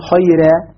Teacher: بقيت مفتوحة لكنها ذهب عنها السمن الذي يكون على الراء المفخمة · Term: ترقيق الراء